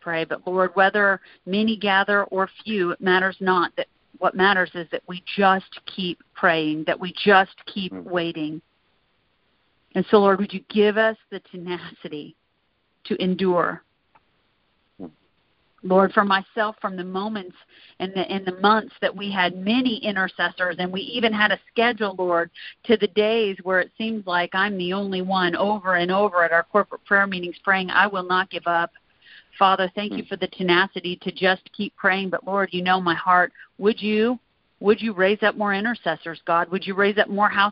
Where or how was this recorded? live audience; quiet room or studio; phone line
phone line